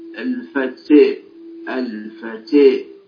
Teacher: إذا تاء هي هكذا كما ترون كما تسمعون، إذن فهي ليست فتحة متمكنة، وحتى الألف بعدها تأثرت، فيعني نحونا بالفتحة نحو الكسرة وبالألف نحو الياء · Term: إمالة